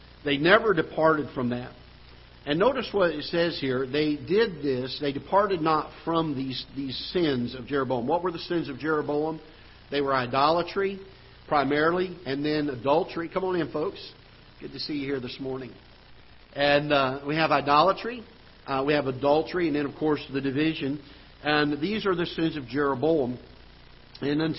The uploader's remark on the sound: Ketha Heights Baptist Church ~ Live Broadcast